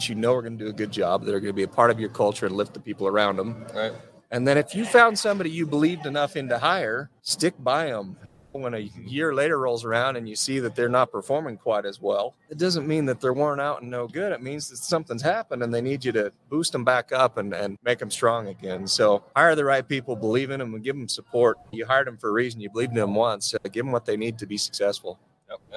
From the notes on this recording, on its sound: We are still live in Las Vegas, NV for the Profit Rocket Summit!